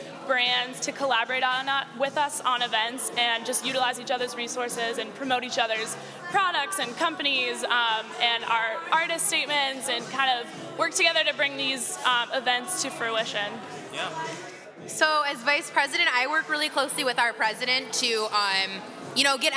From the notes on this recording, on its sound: Recorded onsite at Columbia College Chicago's year end Manifest celebration